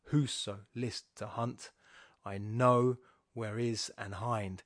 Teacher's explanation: So whoso, and then list, and then hunt, and where, and hind. And is an is a sort of slightly stressed syllable, but not stressed enough for us to count it as one of the beats in the poem. The rest of it follows more familiar iambics after that.